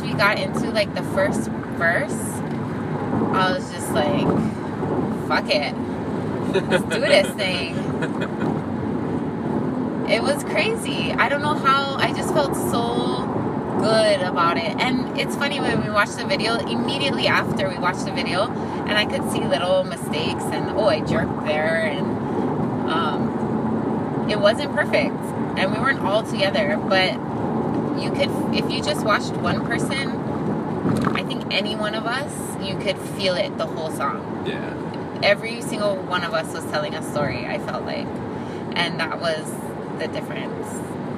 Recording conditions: inside a vehicle